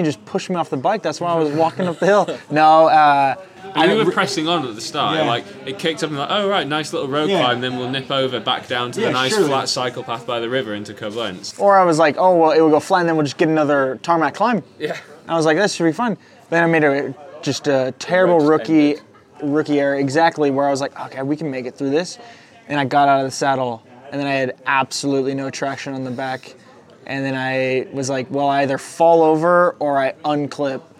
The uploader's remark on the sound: The second in a series of campfire conversations, recorded at the end of each day as 6 friends ride across a country.